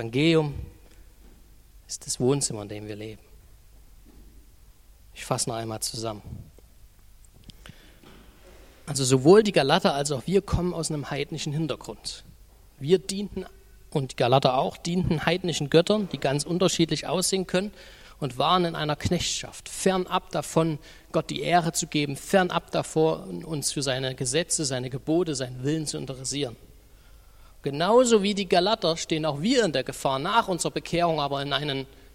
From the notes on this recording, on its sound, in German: Die Predigt ist aus dem Gottesdienst vom 25.